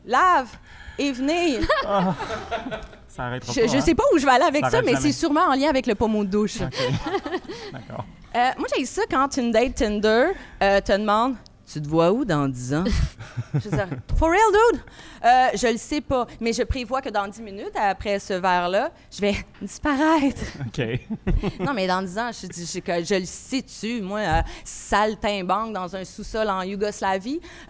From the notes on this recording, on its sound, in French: Devant le public du Yïsst.